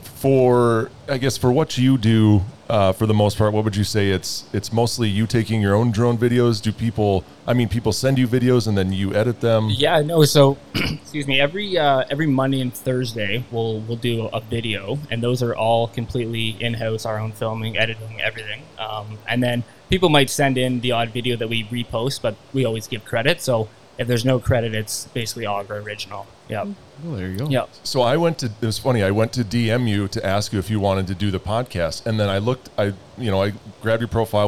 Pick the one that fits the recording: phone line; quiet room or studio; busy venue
busy venue